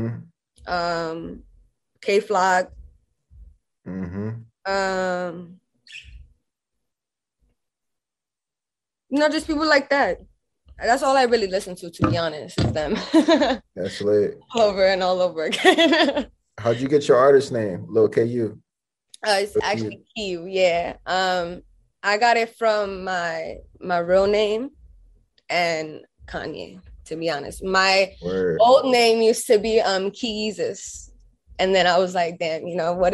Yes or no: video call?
yes